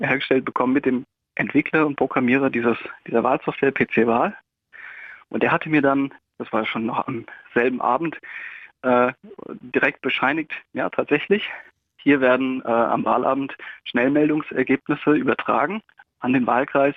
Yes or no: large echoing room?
no